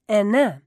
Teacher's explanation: It's Henin. Emphasis on the second syllable.